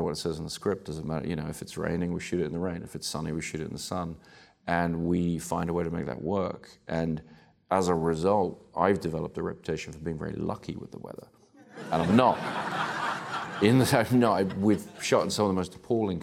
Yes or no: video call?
no